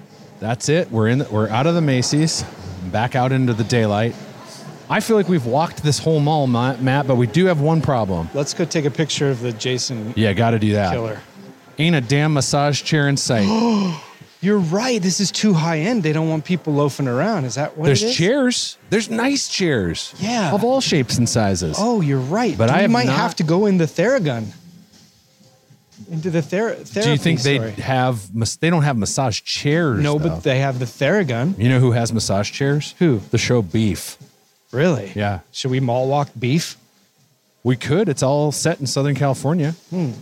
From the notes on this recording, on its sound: each episode as they walk a local mall